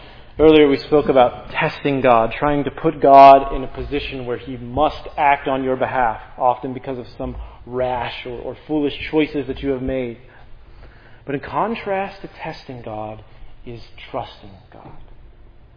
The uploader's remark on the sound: This sermon on Luke 12:13-21 was preached at Providence Church.